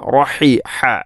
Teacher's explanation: തൊണ്ടയുടെ മധ്യഭാഗമാണ് ഹ ഇൻ്റെ മഖ്റജ്